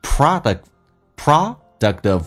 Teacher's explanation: T 变 D 要浊化，在美式发音